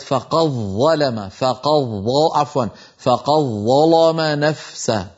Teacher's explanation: الأمر الأول أدغمت الدال من قد في الظاء فقالت فقض، والأمر الثاني أنها فخمت اللام فقالت ظلام. وهذا هكذا يقرأ ورش، يفخم اللام لمجاورتها للظاء ويدغم دال قد في الظاء بعدها، فقض ظلام نفسها.